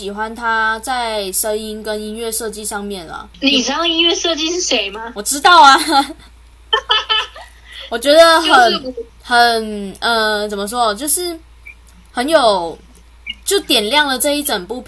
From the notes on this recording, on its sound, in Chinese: 因錄音問題 本集不建議使用耳機收聽。因為低成本低品質。